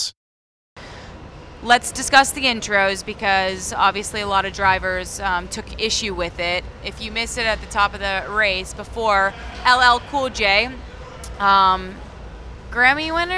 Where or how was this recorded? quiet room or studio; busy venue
busy venue